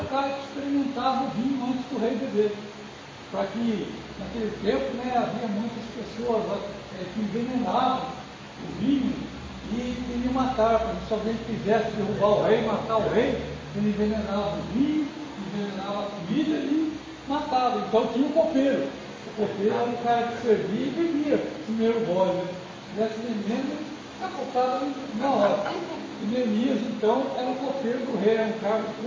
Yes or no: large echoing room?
yes